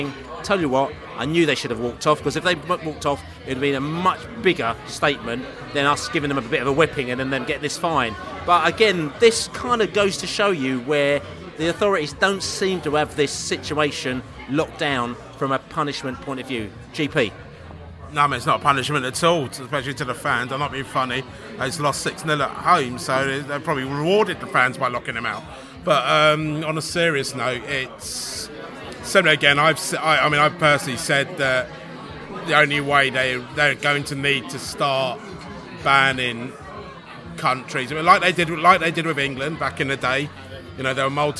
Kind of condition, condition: setting, busy venue